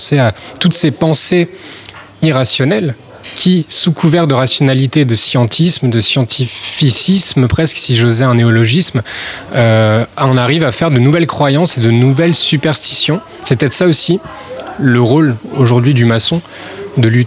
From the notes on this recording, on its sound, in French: en direct et en live de notre studio éphémère planté dans l'arrière salle du Founti Agadir